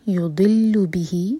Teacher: یضل بہ، ضاد دیکھیں، زبان کے سائڈ سے نکلنا چاہیے، زبان کے ٹپ سے نہیں، ہیوی ہوگا